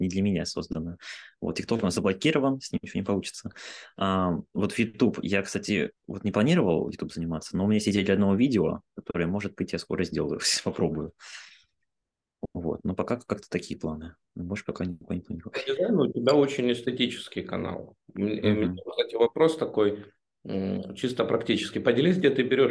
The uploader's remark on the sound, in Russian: в этом Zoom_подкасте